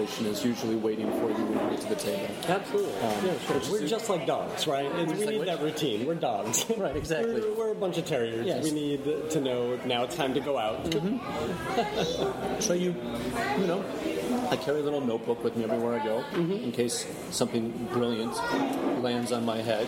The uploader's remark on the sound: Recorded at a cafe in Brooklyn. There is a lot of background noise in this interview! It gets a bit better halfway through.